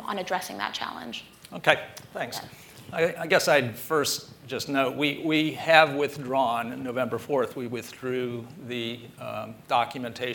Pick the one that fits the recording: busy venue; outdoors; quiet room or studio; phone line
busy venue